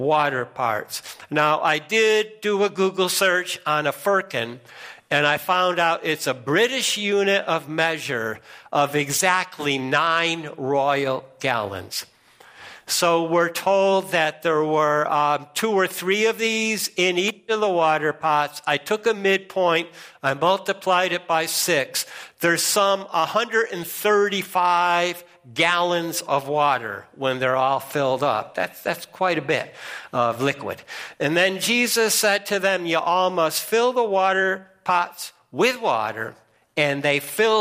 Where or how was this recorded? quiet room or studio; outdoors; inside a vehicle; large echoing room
large echoing room